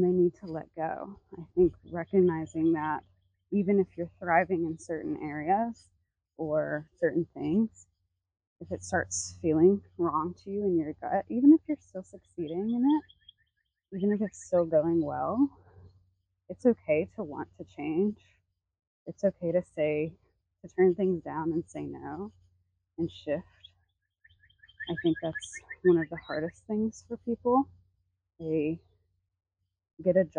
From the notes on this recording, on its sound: Voice Memo. I popped a mic on and took a walk and just chatted what came to mind.